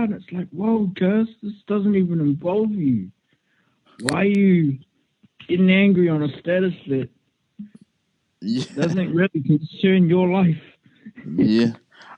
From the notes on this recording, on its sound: I catch up with my best friend via phone